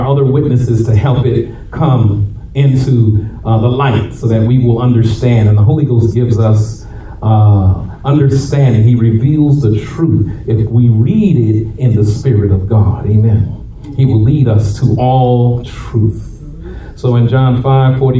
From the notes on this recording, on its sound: shared this message live at RACC on 6/4/23